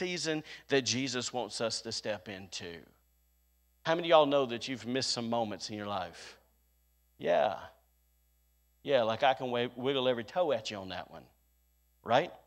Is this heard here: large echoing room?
yes